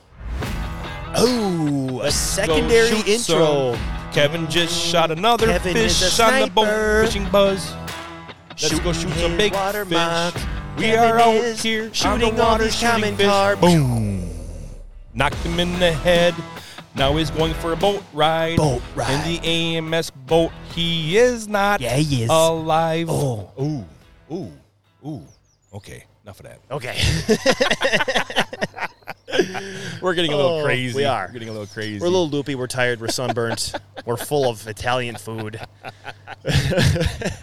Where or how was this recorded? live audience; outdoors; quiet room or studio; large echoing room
outdoors